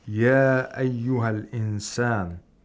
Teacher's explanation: We did qasr of matul munfasil. We did not lengthen it more than two vowel counts. It's optional.